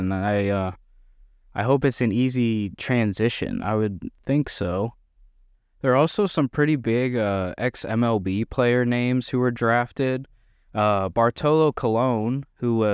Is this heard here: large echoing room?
no